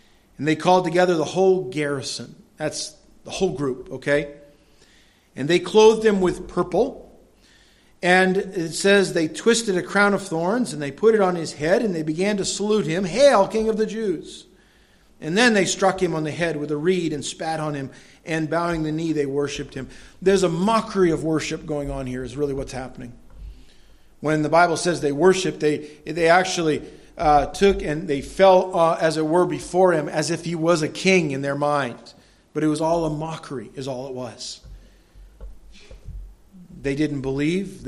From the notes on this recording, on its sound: delivered at Madawaska Gospel Church